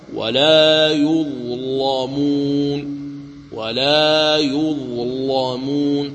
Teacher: تغلظ اللام لأنها مفتوحة وسبقت بحرف الظاء في كلمة واحدة والظاء ساكنة دون فاصل بينهما.